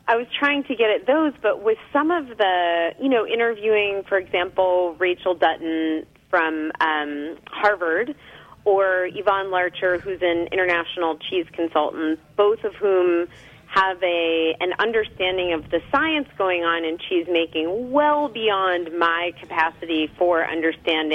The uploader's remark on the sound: phones in to chat